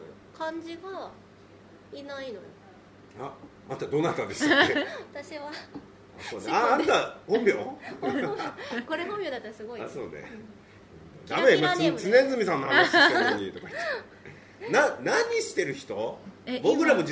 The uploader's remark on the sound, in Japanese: LIVE前にこっそりと会場で収録した回です。